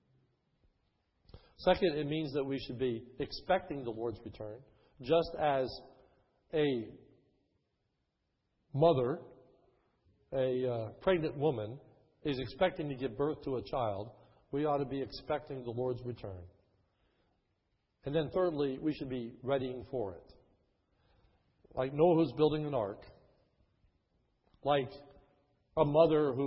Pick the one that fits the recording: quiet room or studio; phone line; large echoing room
large echoing room